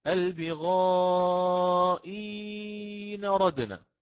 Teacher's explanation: قرأ بالإشباع في المد عندما أتى بالإبدال اعتدادا بالأصل، لأن النون أصلها على السكون، لأن النون أصلها على السكون، فقرأ البغائين ردنا، انظروا قال إين ردنا، وحرك النون هذه التي أضع عليها علامة الآن حركها بالفتح، البغائين ردنا.